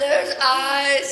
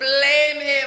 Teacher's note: the syllables get drawn out, like the way you say eyes, blame, even teeth